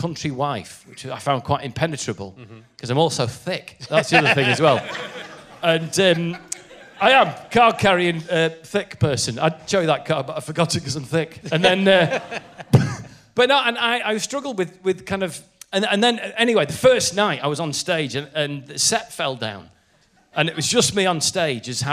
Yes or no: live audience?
yes